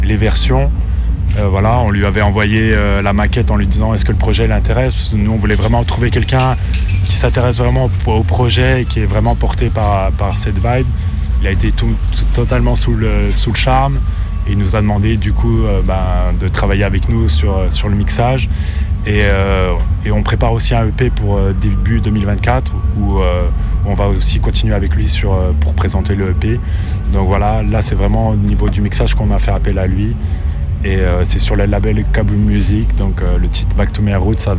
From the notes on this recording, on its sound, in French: Radio Canut. Interview réalisée au Festival DubCamp 2023.